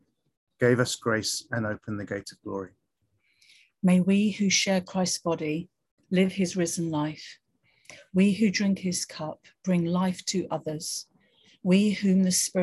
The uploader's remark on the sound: For this zoom service.